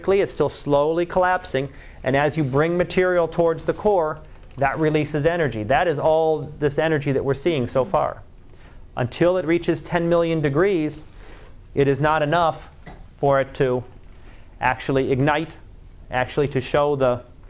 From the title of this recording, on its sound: Live Class Lecture